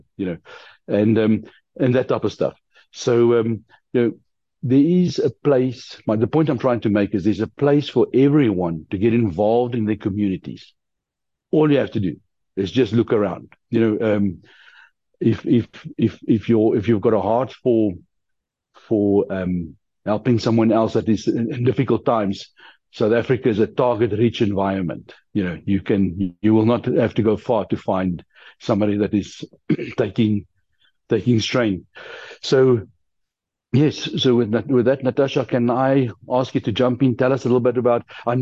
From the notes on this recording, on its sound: The Transformation Table Zoom Meeting